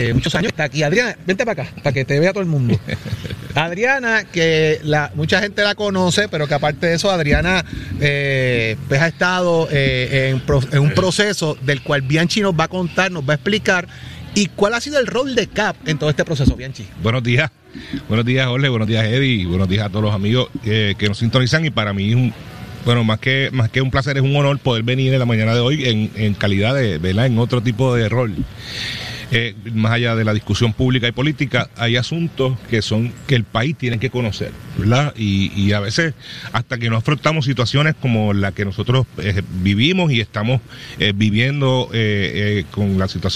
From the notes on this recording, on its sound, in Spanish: Hoy en directo desde el Coca Cola Music Hall.